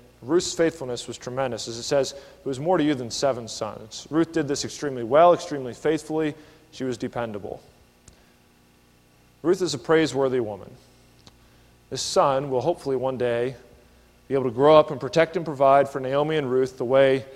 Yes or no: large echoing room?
yes